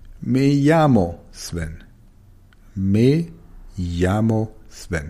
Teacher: das Doppel-L im Spanischen wird wie ein J ausgesprochen